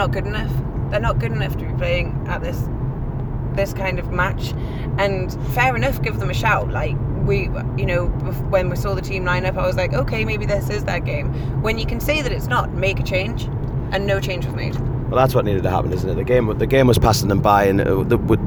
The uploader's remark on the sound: driving back from Manchester